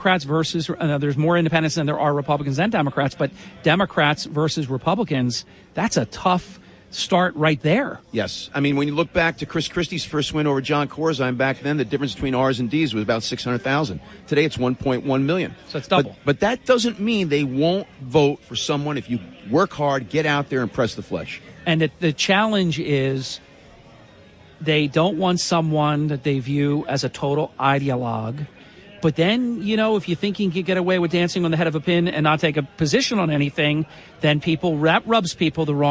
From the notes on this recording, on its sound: Live from the Boardwalk in Atlantic City for the 2022 airshow.